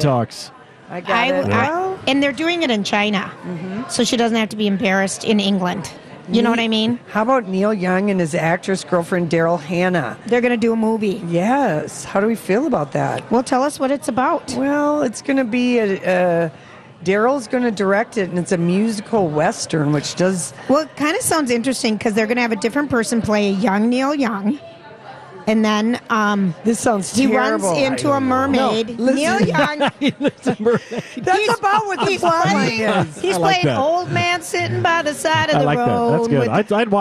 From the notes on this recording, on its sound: Live at the AC Hotel!